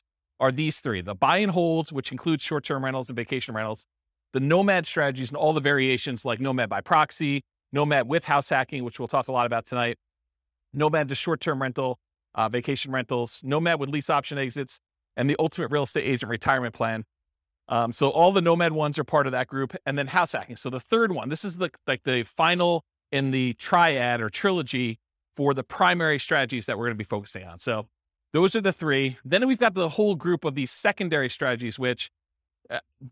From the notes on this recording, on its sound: This was a live class recorded